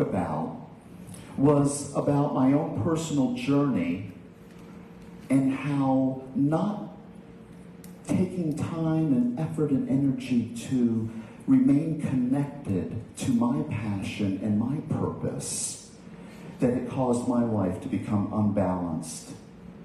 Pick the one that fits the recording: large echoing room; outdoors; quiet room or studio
large echoing room